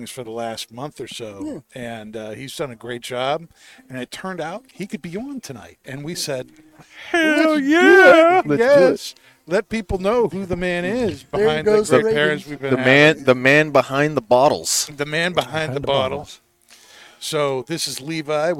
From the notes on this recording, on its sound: Recorded live from the 7-20-4 Lounge!